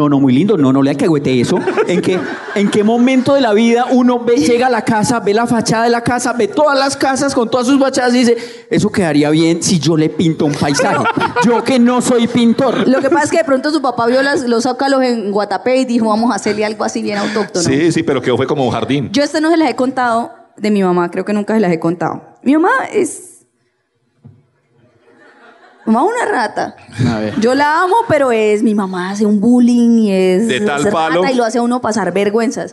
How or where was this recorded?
live audience